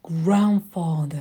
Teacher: Хоть мы и father там чуть-чуть протягиваем, доходим в длину, все равно основное ударение падает на первый слог.